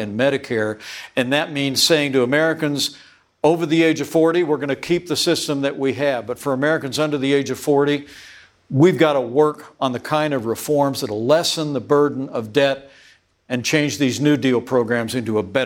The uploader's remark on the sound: CNN Republican Presidential Town Hall. Live from Des Moines, Iowa.